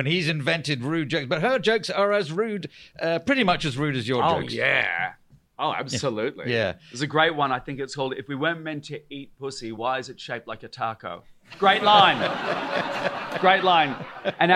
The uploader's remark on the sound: This episode was recorded live at the Edinburgh Fringe, August 2023.